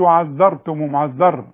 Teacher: الراء حرف تكرير انا ما اكرروش، ما اقولش وعزرتم ومعزر وعذر واحدة بس.